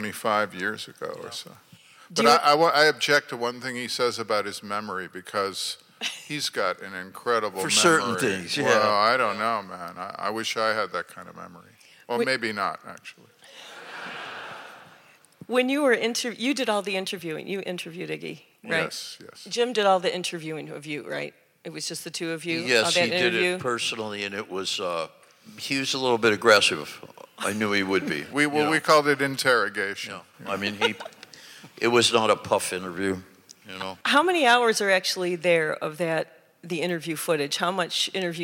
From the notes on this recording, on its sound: in front of an audience